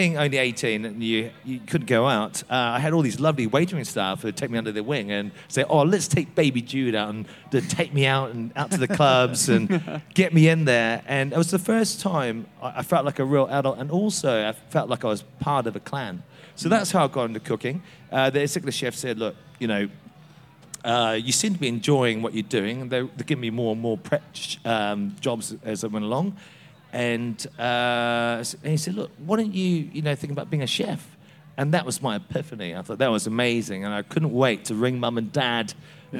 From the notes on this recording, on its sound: Live at Big Feastival 2023, joined on The Exchange stage